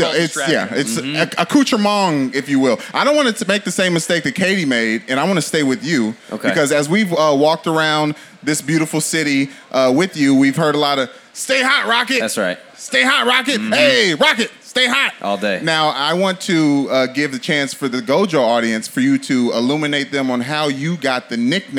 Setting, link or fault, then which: setting, live audience